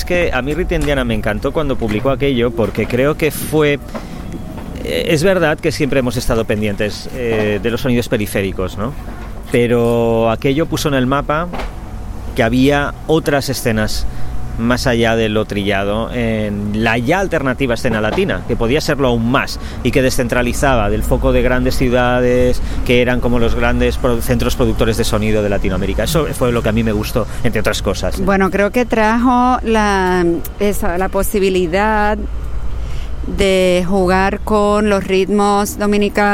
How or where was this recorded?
outdoors